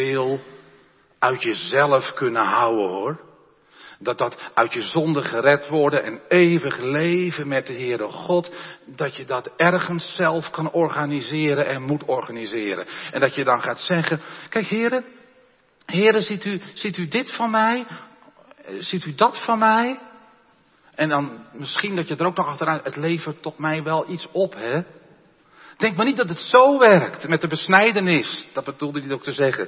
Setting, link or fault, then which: setting, large echoing room